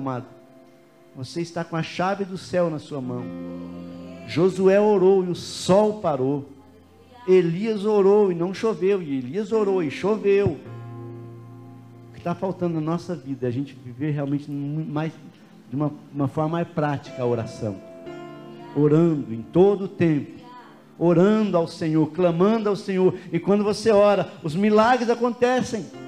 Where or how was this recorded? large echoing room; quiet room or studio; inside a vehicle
large echoing room